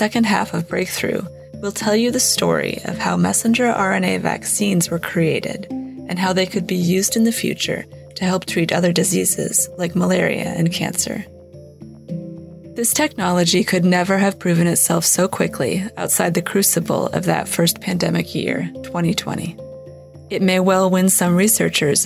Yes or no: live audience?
no